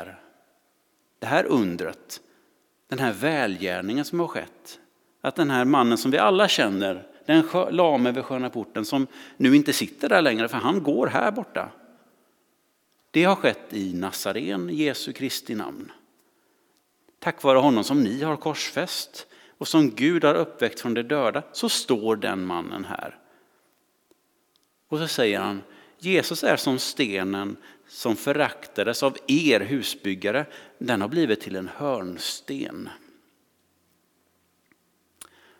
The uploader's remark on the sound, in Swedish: Inspelning från Immanuelskyrkan Skövde.